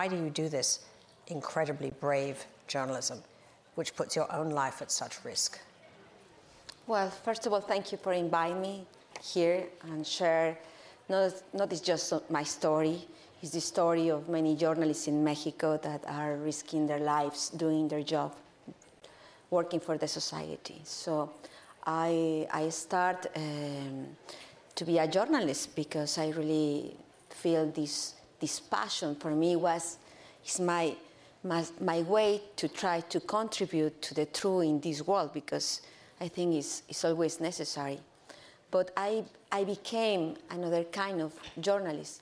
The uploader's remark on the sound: Women speaking truth to power at Post Live’s Global Women’s Summit.